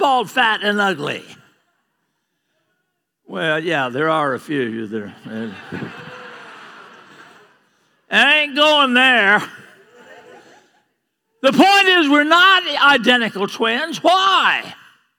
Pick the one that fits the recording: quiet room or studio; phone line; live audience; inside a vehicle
live audience